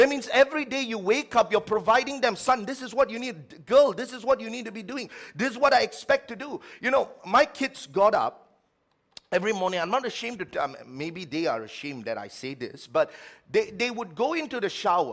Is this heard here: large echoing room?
yes